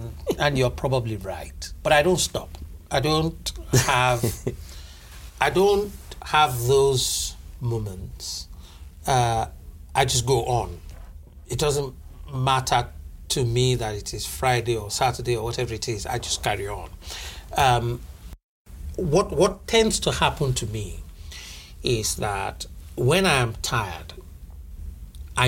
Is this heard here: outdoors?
no